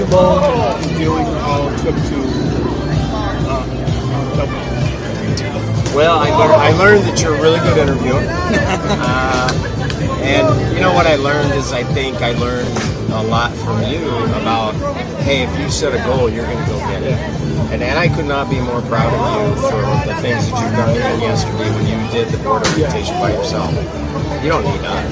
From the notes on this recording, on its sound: Recorded LIVE from the 2022 Special Olympics Illinois Summer Games in Normal, Illinois